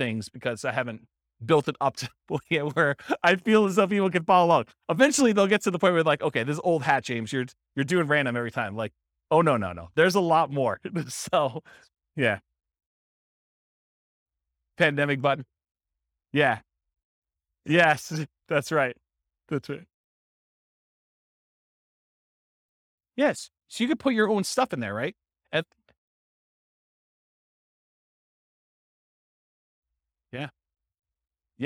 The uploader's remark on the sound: This was a live class recorded